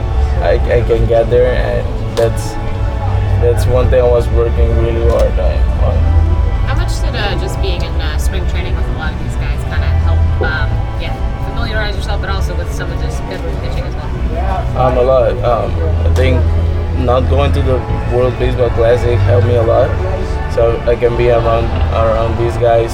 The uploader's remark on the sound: we bring you behind the scenes to hear the outfielder's introductory press conference